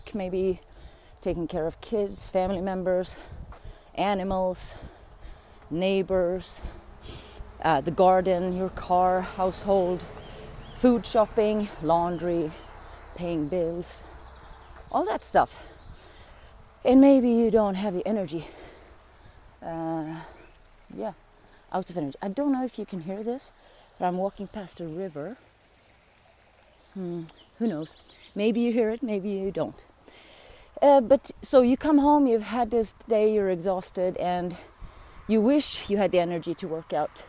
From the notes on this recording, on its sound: My first episode recorded out in nature, after an uphill jogging session surrounded by bugs and fields